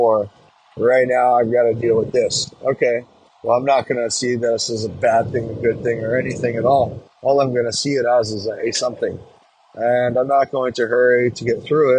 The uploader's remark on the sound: Our 13th episode was recorded while on a road trip, creating a different quality than our normal.